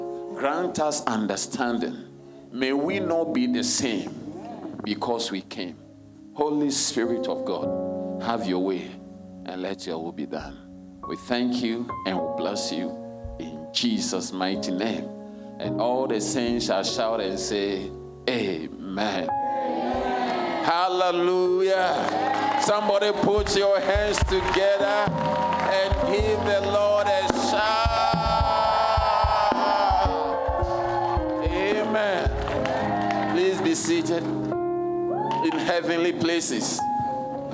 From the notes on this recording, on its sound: Sermon delivered on Sunday, January 21, 2024, at Serious Christian Church in Cape Town, South Africa.